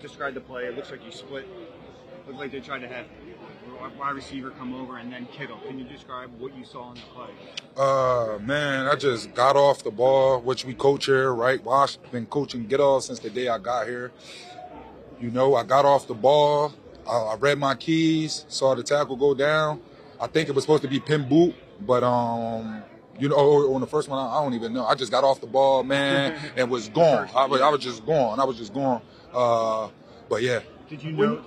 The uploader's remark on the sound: live on the field after the Eagles win over the 49ers in the NFC Championship